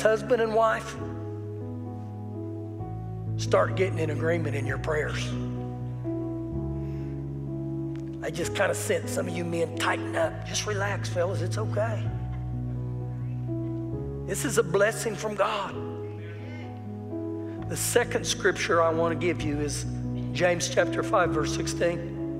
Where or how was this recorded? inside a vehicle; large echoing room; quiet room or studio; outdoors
large echoing room